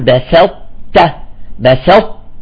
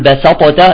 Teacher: أيضا في مثال ثاني في القرآن، بسطة، تمام، بسطة، انتبهوا عليها الكلمة، ما بعضهم يقول بسطة، بيطالع أول شيء السين بيطالع صاد أول شغلة، تمام، والطاء بيطالع التاء طاء، يقول بسطة، لا، نقول بسطة، بسط، لاحظتوا معي الطاء كيف عم تطلع منطبقة من غير قلقلة · Shown in: first take